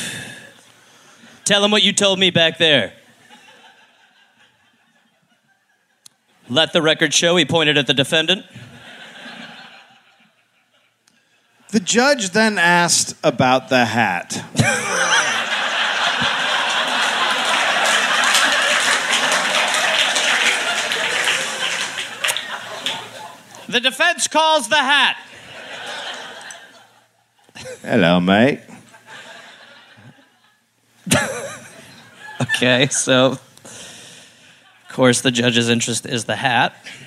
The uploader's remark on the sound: Live in Adelaide